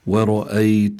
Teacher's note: الراء هنا مفخمة لأنها مفتوحة، ومنذكر المستمعين على أن الراء إن كانت مضمومة أو كانت مفتوحة بتكون حكمها التفخيم، أما إذا كانت مكسورة بيكون حكمها الترقيق.